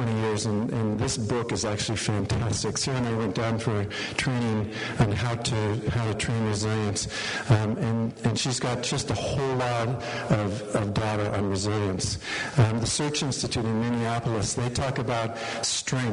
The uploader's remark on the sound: We apologize in advance for the poor audio quality. There were some technical difficulties.